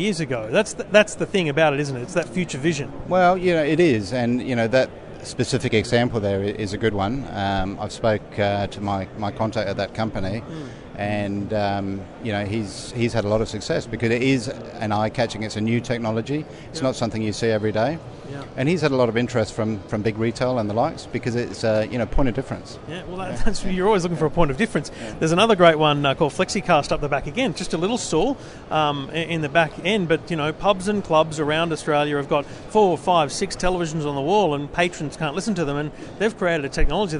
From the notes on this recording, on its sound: Recorded LIVE on the show floor at Integrate 2015 in Melbourne